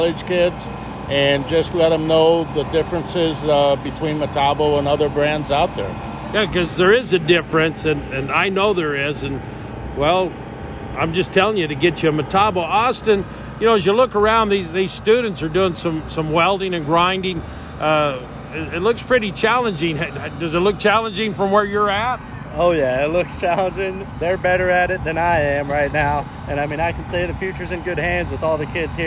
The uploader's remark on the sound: Welding Thunder at West-MEC. At WWB Welding Thunder 2021.